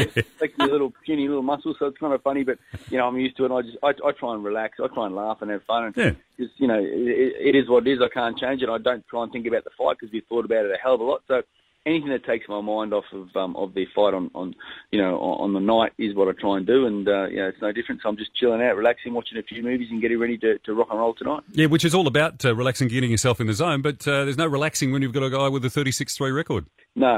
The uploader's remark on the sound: on the phone